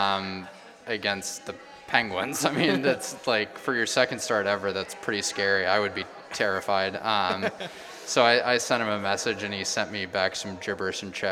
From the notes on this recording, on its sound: Live at Frothy Beard Brewing. Recording of the first live edition of the podcast. At Frothy Beard Brewing in Charleston.